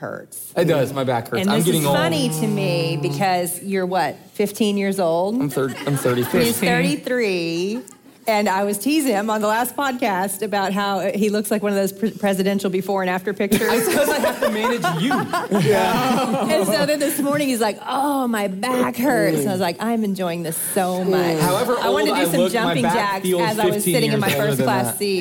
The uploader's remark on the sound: live from the Proclaim Truth Conference